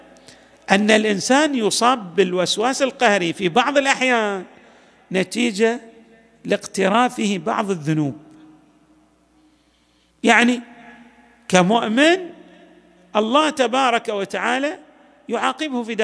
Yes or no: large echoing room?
yes